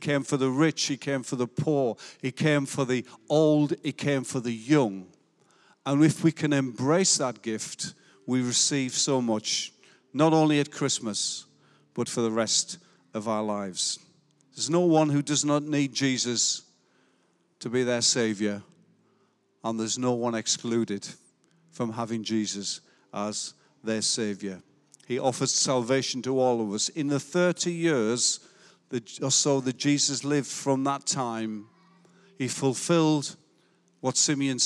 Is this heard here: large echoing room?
yes